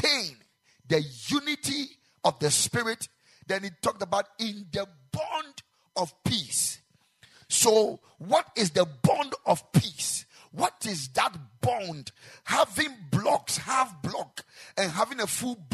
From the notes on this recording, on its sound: Preached at the Ekklesia Chapel